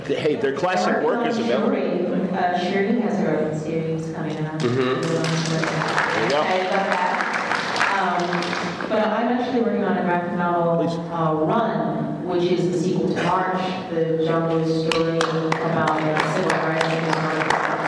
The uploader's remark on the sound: The Black Panther Panel. From Terrificon recorded last month at Mohegan Sun in Connecticut.